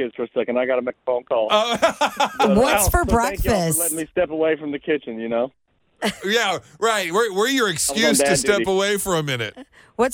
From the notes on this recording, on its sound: a special guest phone call